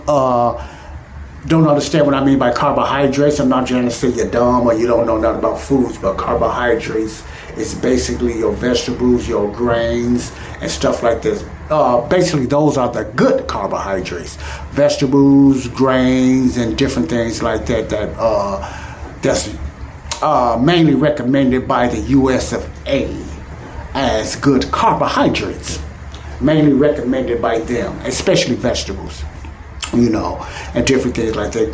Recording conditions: sounds in the background